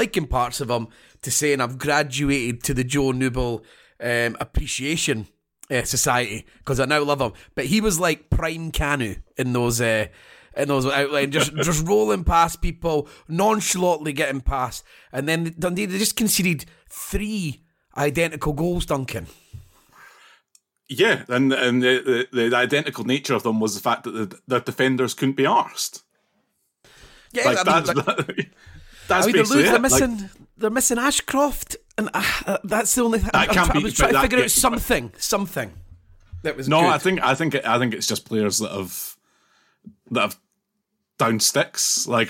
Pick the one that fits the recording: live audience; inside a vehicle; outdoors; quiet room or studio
quiet room or studio